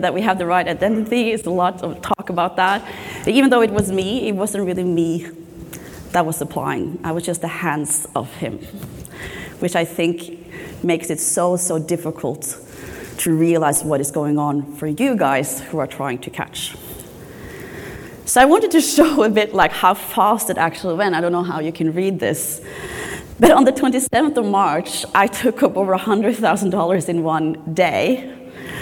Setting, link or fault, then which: setting, live audience